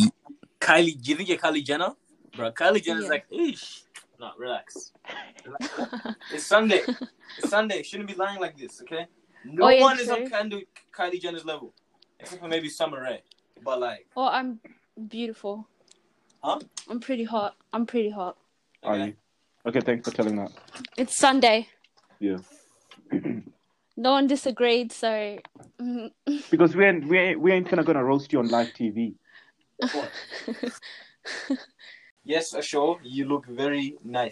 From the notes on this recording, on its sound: Audio ain't great.